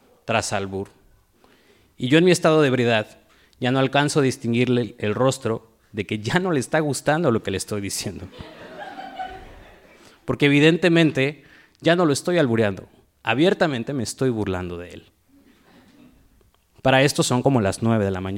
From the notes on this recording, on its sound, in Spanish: From the reactions of the audience to the storytellers as they moved through their narratives. Esta historia fue grabada en vivo en Huerto en Tijuana, Baja California el 27 de junio.